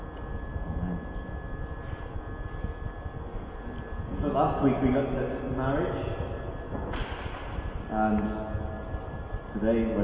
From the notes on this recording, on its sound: NOTE: AUDIO IN THIS WEEKS RECORDING IS OF POOR QUALITY.